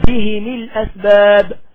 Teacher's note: يبقى بهم الأسباب لما يقرأها أبو عمرو يقرأ بكسر الهاء والميم